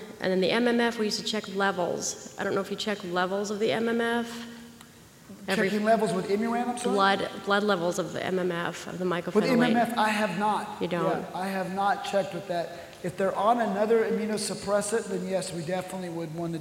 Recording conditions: large echoing room